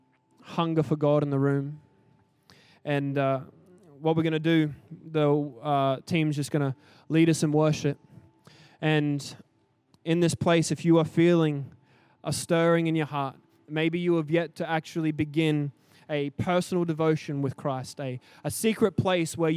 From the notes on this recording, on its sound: Recorded during our 5pm service on Sunday, the 2nd of April 2023